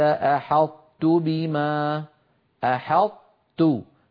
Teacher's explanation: بأن يطبق المتكلم لسانه على طاء غير مقلقلة ثم يجافيه عن تاء متحركة، وذلك في قوله تعالى قال أحطت بما أحطت. · Term: إدغام ناقص